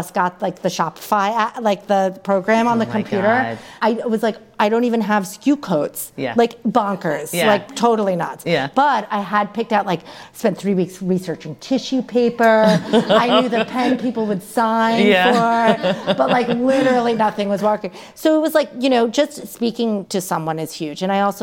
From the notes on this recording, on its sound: LIVE at Hunker House. Hunker House in Venice, CA for a live recording of the Being Home With Hunker podcast.